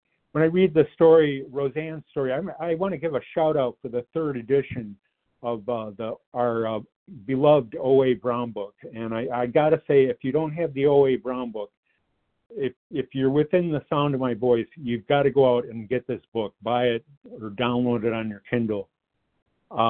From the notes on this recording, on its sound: qualification from the 100 Pounders Phone Meeting